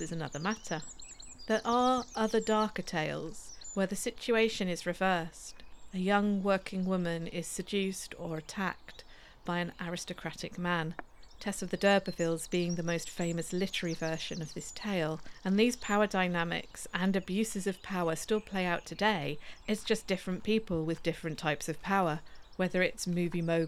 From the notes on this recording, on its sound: In this bonus, mini episode, partly recorded on a dawn walk around Wrest Park. Birdsong will accompany you.